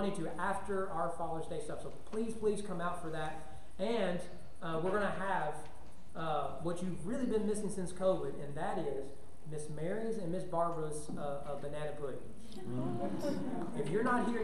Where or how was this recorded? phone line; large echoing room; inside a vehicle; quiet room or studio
large echoing room